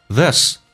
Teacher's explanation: This 短元音，声音下沉到嗓子眼，往后靠